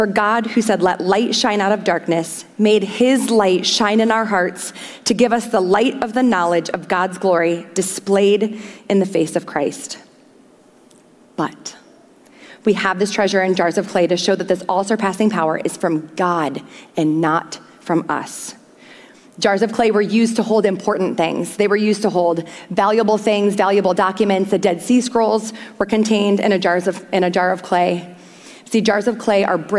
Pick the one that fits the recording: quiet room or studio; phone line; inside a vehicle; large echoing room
large echoing room